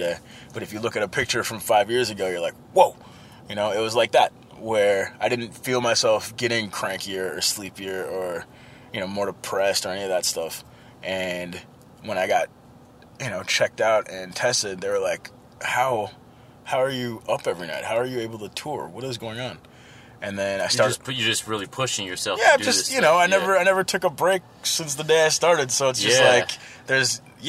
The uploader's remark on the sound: rental car outside of the legendary club, First Avenue in Minneapolis